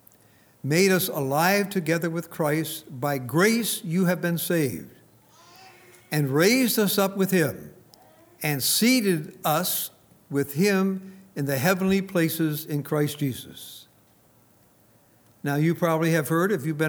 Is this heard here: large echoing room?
yes